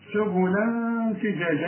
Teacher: هنا تنوين وبعد التنوين فاء، الفاء من حروف الإخفاء عاوزين غنة